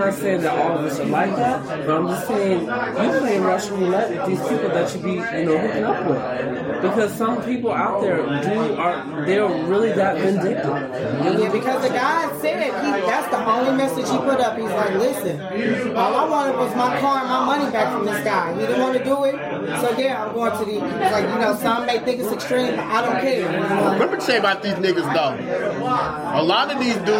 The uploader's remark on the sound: Live In Broadripple. Record our first live audience taping and pop off my annual Fall Party/Wine Tasting event.